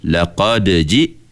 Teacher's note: dibaca dengan lantunan yang kecil ke atas huruf dal yang mati di tengah kalimah, hukumnya qalqalah sughra.